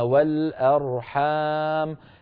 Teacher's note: الميم مفتوحة لكن لما وقفنا عليها وقفنا بالسكون